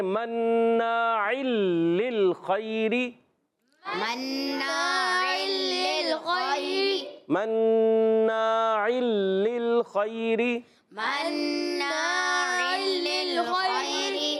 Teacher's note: تنوین کے بعد لام آ گیا، غنہ نہیں کیا ہم نے مگر ادغام کیا · Term: ادغام بلا غنہ